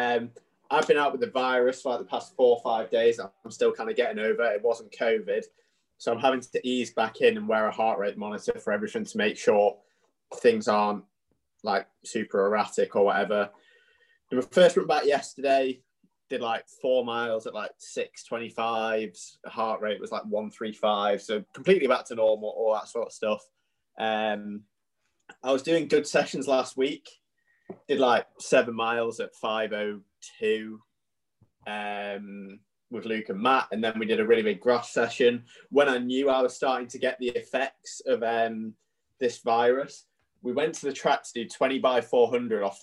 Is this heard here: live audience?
no